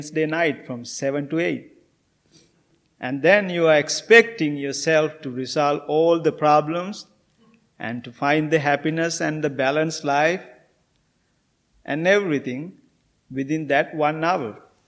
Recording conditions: large echoing room